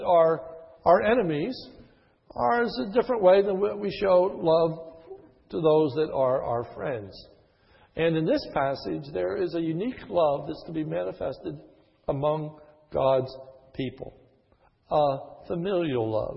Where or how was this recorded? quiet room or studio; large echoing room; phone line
large echoing room